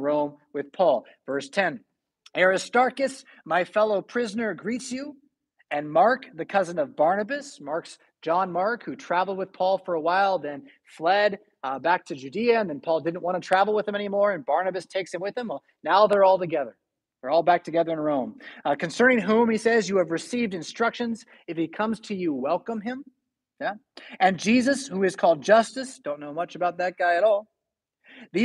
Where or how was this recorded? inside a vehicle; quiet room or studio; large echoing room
large echoing room